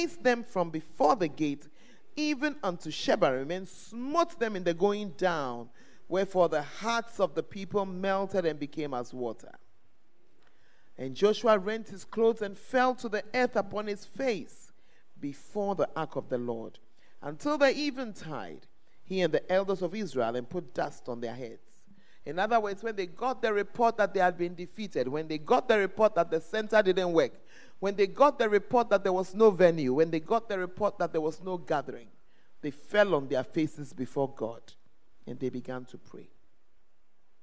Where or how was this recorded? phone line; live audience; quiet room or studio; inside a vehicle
live audience